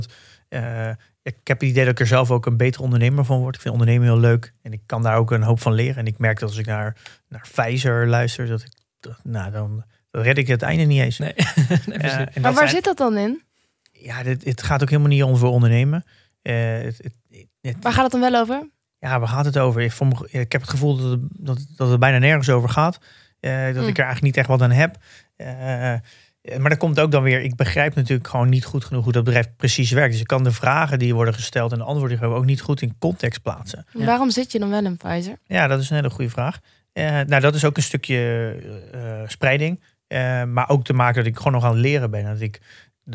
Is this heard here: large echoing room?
no